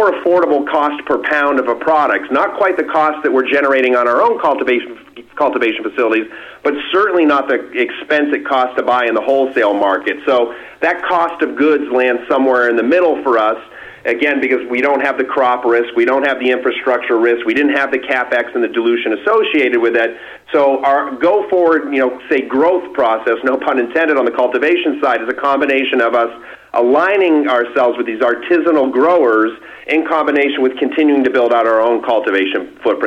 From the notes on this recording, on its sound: called in to SmallCapVoice